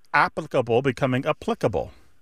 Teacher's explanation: words that have previously been stressed on the first syllable are becoming stressed on the second syllable